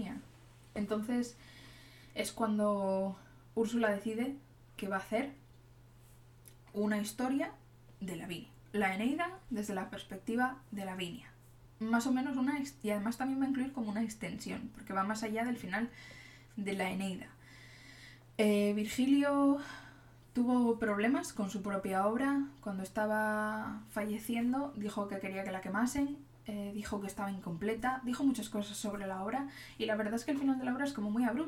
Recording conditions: sounds in the background